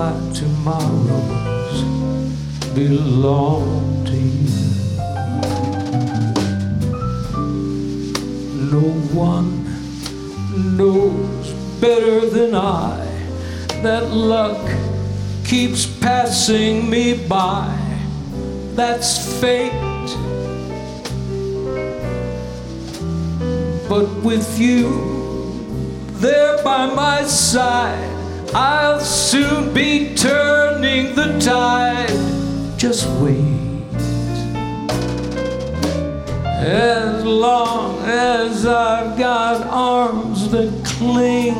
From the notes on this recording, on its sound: Live at the South Point Casino